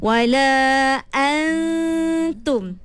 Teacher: Makhraj dia tak ada pada nun, tapi sifatnya ada pada nun. Itu ikhfa. · Nun memang kita kena sembunyikan. Tapi sifat dia kita kena kekalkan.